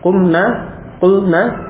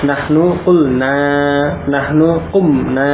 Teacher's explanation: untuk yang nun jamak mu'anaf itu pendek, kumna, kulna. Adapun untuk nahnu, nun beserta alif, jadi dibaca panjang. Nahnu kulna, nahnu kumna.